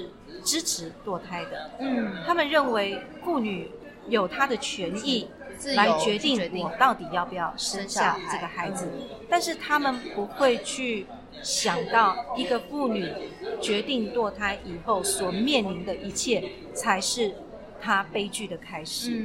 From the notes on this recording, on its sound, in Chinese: 本次錄音空間較多雜音，音質不佳還請多多包涵